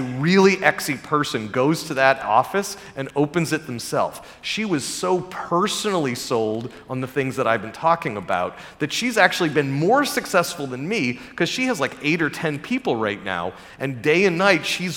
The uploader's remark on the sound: recorded during the 2022 Abundance360 summit